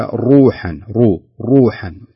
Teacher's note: روحا تفخم لأنها الراء نفسها مضمومة